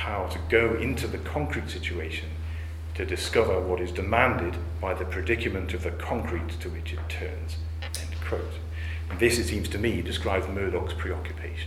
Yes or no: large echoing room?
yes